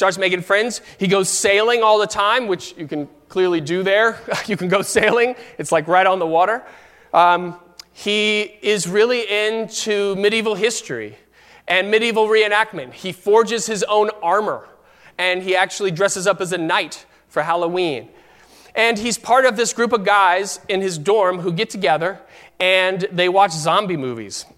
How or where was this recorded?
large echoing room